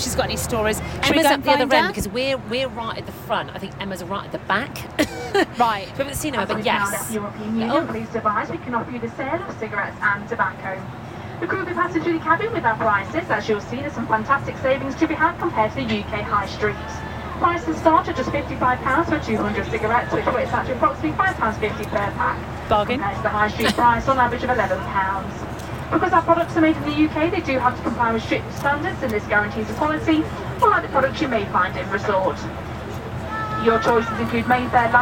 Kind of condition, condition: setting, inside a vehicle